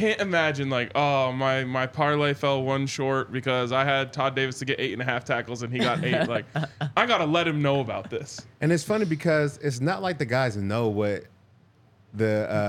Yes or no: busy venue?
yes